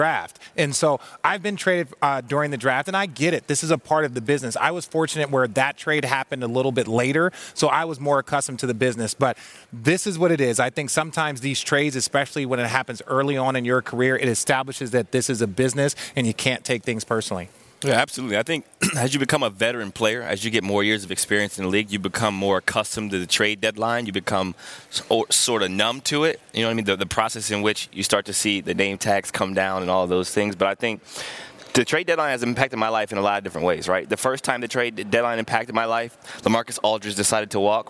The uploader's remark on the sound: Live from the Draft